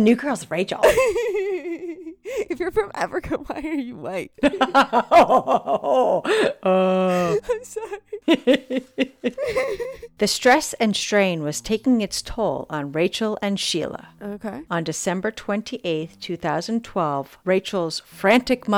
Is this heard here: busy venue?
no